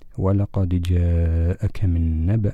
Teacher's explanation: عندما نقف على هذه الكلمة ولقد جاءك من نبأ، نقف بإسكان الهمزة، ولكن في الوصل ولقد جاءك من نبأ المرسلين، تكسر الهمزة بسبب التقاء الساكنين.